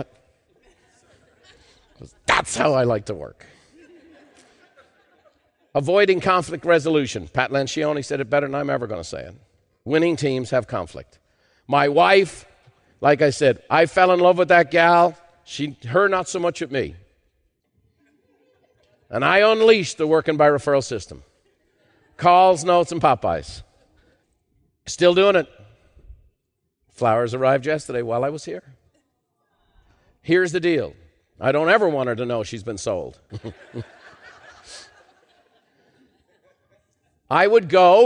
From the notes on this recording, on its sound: In part 2 of this special live recording